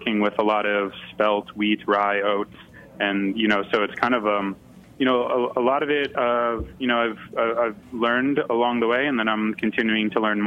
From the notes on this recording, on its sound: Joining in by phone. In the studio.